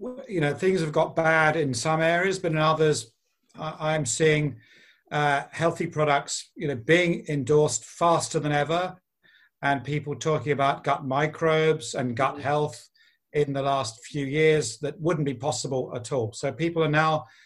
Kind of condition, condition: link, video call